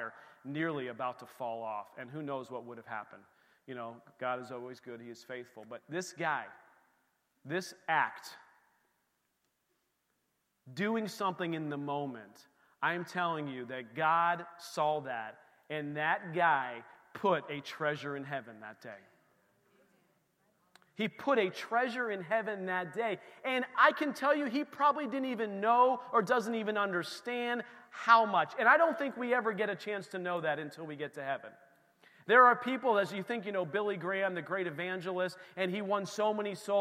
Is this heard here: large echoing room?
yes